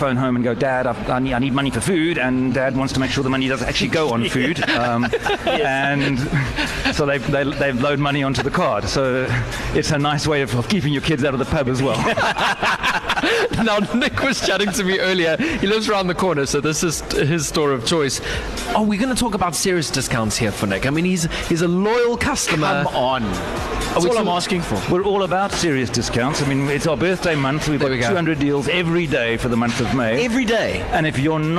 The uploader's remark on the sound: live at the Oxford Fresh Market's newest store